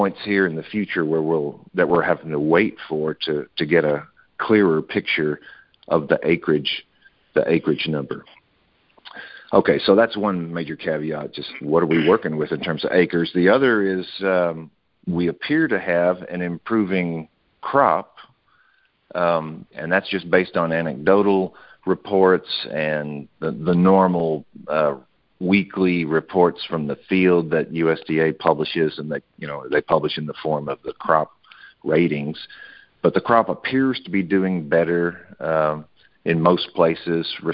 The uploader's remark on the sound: Monthly Conference Call